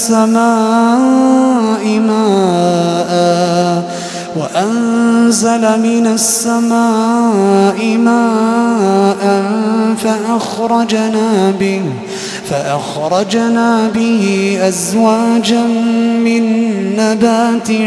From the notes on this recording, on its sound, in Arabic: تسجيلات من صلاة التراويح لشهر رمضان عام 2016.